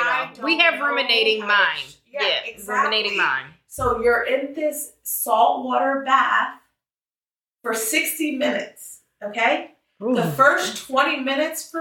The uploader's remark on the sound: apologies for the audio